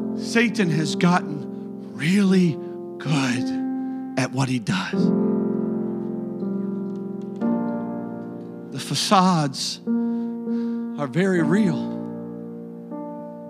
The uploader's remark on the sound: a service recording from Connect Point UPC